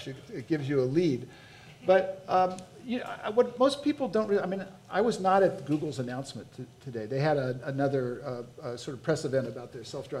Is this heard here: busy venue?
yes